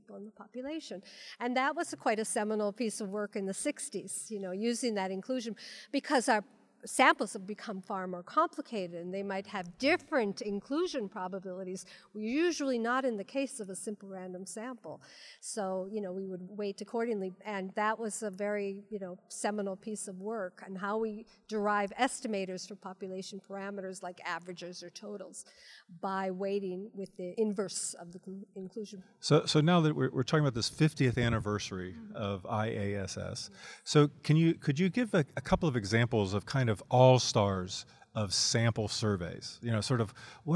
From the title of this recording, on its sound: Live From the WSC